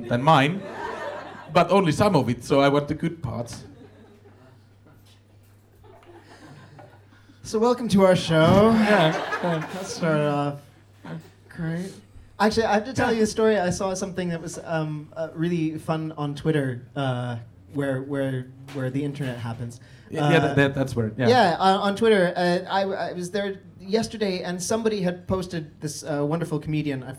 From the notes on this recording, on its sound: Recorded at Mascot Bar & Live Stage on 3.